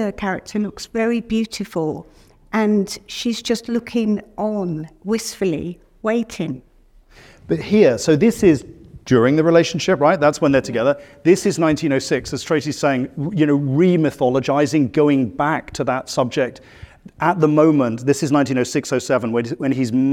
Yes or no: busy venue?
yes